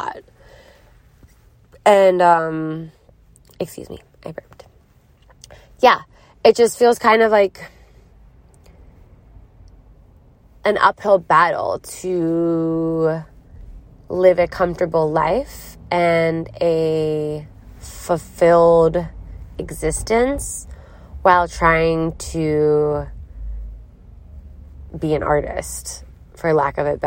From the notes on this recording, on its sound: Recorded in a car in Philadelphia.